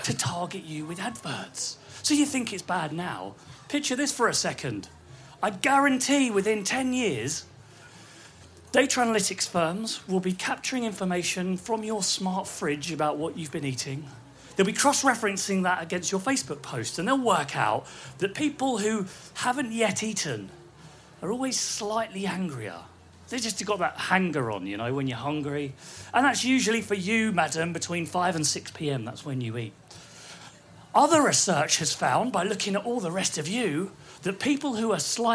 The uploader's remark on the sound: Recorded at Wilderness Festival in August 2018.